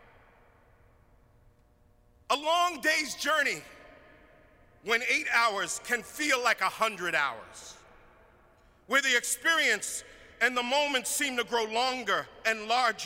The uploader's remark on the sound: preached at our Good Friday service on April 15, 2022